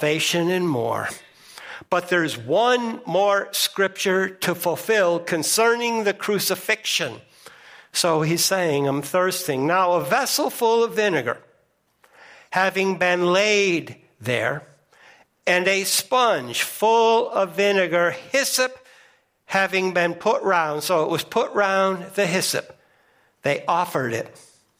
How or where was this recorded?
large echoing room